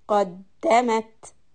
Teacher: قاف heavy دال soft and push on the دال because it has a shadda on it